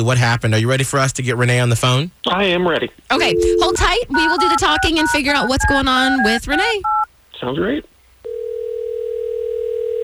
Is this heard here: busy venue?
no